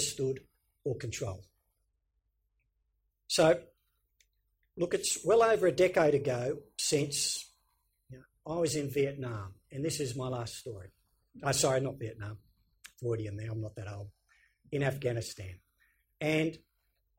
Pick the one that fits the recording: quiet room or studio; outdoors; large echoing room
large echoing room